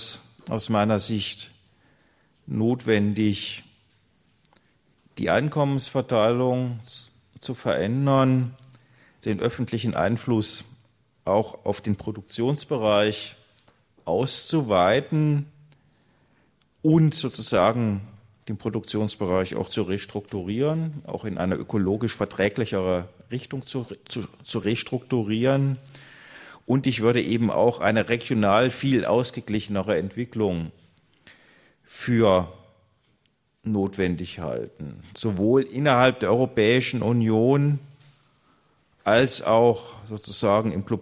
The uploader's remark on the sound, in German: Mitschnitt vom 16.12.2011 aus dem Forum Stadtpark, Graz